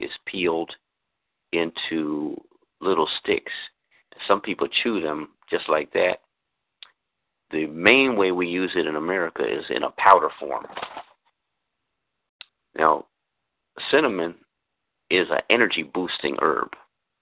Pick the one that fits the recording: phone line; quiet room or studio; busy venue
phone line